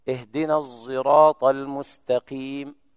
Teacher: الصاد صوت الزاي يخرج منهم، يتولد من هذا الخلط صوت لا بصاد ولا بزاي كما يطلق عليه البعض ظاء العوام. · Term: الإشمام